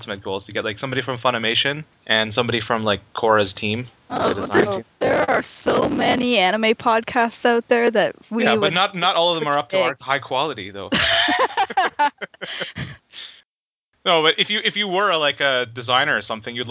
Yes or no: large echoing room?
no